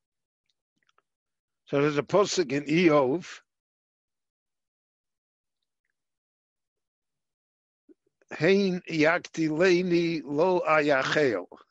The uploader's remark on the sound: This lecture on Parshat Ki Tavo was given LIVE via Zoom in Jerusalem.